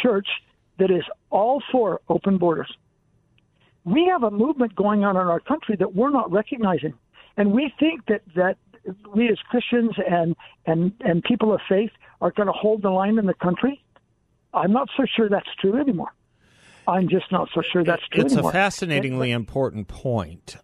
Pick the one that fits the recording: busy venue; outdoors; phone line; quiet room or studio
phone line